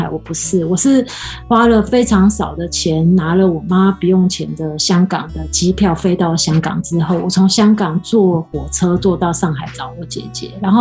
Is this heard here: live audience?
no